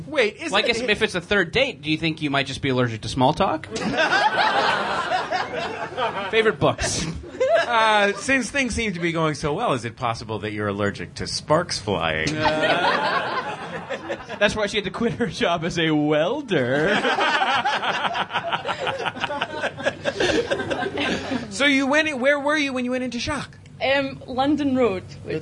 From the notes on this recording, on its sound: Perform live at the Edinburgh Fringe Festival and in London, England at The Phoenix.